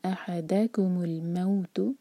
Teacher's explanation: ضمیر سے پہلے دا، کم سے پہلے دا، تو دا پر زور